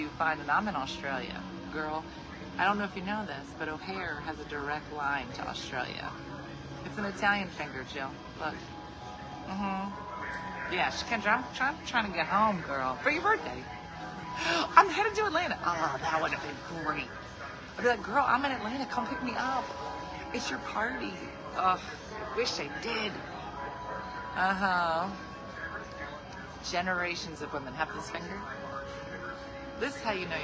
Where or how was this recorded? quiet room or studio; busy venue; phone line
busy venue